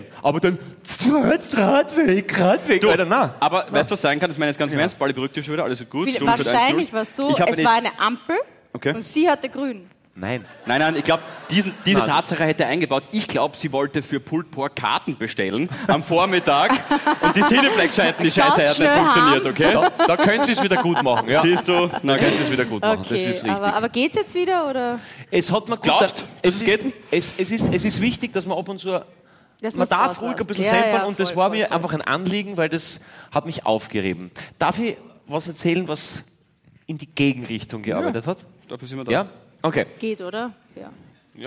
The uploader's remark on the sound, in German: Hawi D'Ehre LIVE - GLOBE WIEN